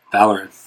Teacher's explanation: the second syllable is AR, so that's a short syllable, which means the stress goes on the first syllable